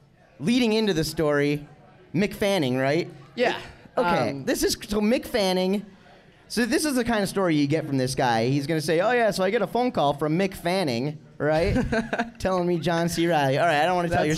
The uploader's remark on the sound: Live at Performance Ski & Surf. In front of a live audience. During registration for the 2017 Nautique Wake Open, presented by Rockstar Energy.